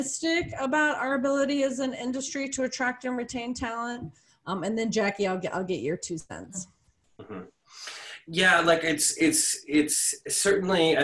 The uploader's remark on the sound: This episode was originally recorded as a webinar